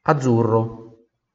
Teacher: Essa aqui tem os R's, né? Que tem que tremer a língua.